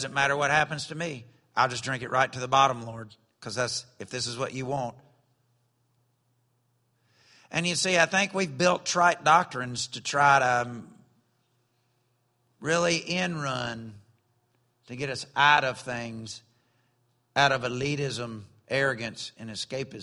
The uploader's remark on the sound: during evening service at Celebration Life Family Church.